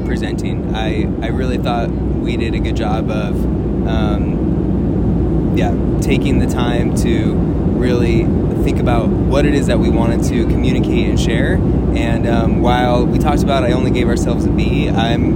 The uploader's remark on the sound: We are at CADA. We recorded this on an airplane to add some degree of difficulty and high altitude production value.